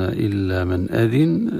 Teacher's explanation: نون ساكن عند الهمزة تظهر من غير غنة